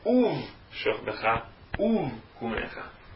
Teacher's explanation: Porque no caso aqui é um Shevá mudo. Ele não é pronunciado.